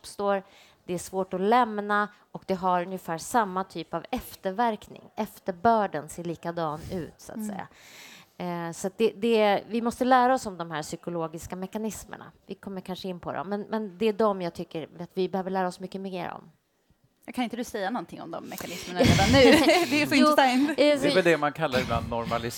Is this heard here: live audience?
yes